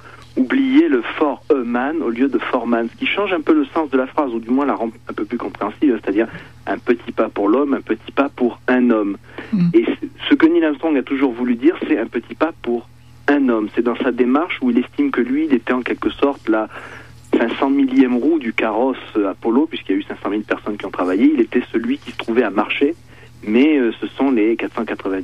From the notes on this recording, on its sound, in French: Par téléphone.